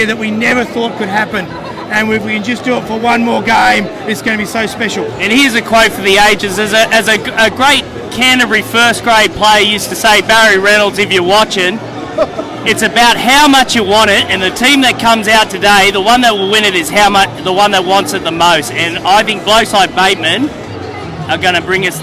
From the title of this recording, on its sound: Grand Final pre-game event at The Brewery